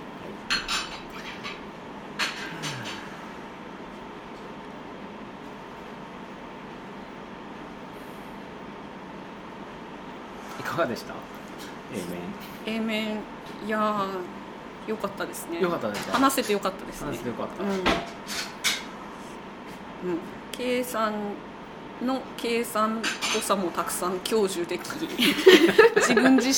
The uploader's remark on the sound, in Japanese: 東京都杉並区東高円寺にあるカフェバードバスさんでの収録です。